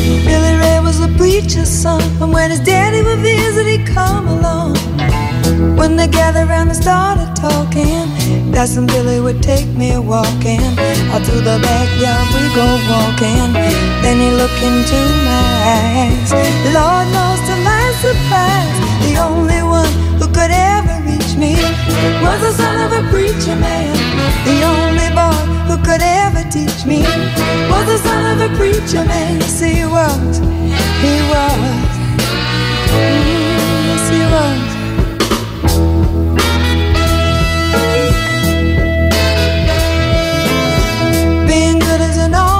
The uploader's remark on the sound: Live At SnowAperitive